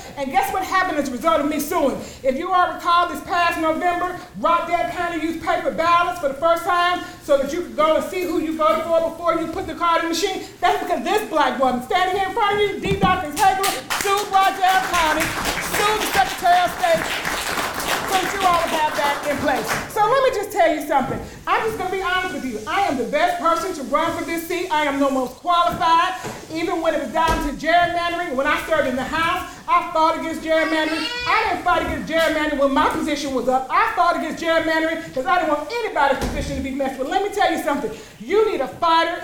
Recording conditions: live audience